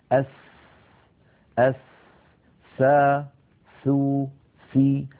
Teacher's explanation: هذه الساء لو لاحظتم يتدفق معها هواء، فهي حرف مهموس لأنها من حروف سكت فحسه شخص، وهي حرف رخو يعني يجري معه الصوت. · حرف يخرج من طرف اللسان ومن أطراف الثنايا العليا. هذه أطراف الثنايا العليا وهذا طرف اللسان، نضع الطرف على الطرف هكذا، فهذا مخرج الساء.